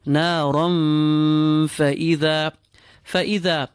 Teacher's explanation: This is none other than the rule of ikhfa. So whilst pulling the tanween, we prepare our mouths for the fa that follows.